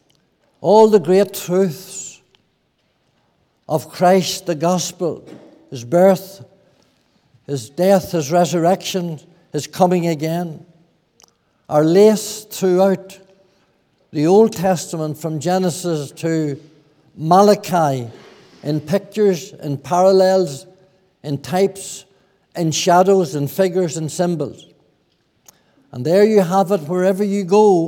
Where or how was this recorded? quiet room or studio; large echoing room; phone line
large echoing room